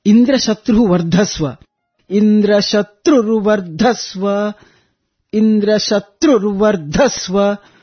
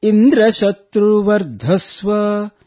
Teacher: Shatru and Dva, both of them have upward intonation · Shown in: first take